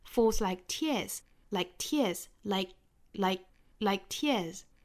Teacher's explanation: Tear 尾部的这个 s 同样是要发浊音的，跟 fall 尾部的这个 s 一样，都是属于清清浊浊圆浊的规律。Fall 因为尾部是舌侧音，而 tear 英音来说尾部是元音，美音来说呢尾部也是辅音哈，也是浊辅音。所以它们都是属于浊音，浊音后面如